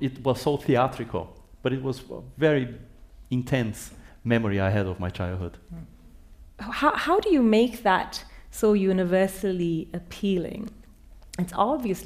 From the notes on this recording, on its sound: Live podcast from Q Theatre. Went live in front of an audience at the Podfest at Q.